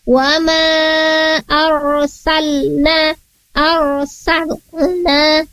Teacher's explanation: Seolah-olah lamnya ini dipentulkan, sementara huruf lam bukan huruf qalqalah